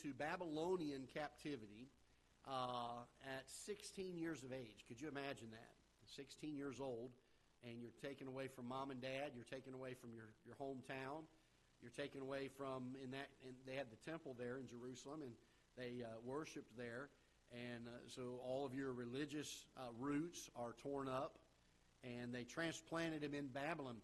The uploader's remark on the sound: Ketha Heights Baptist Church ~ Live Broadcast